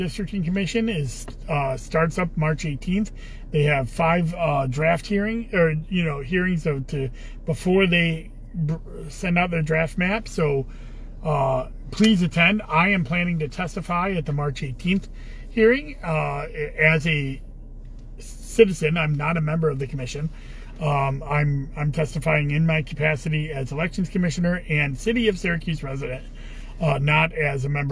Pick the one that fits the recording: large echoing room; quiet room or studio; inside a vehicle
inside a vehicle